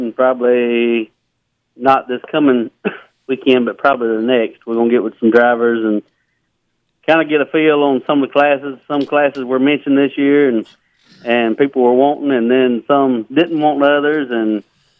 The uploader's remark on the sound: Various racers call